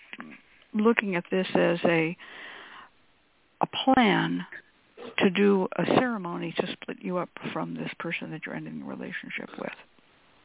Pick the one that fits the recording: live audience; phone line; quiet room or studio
phone line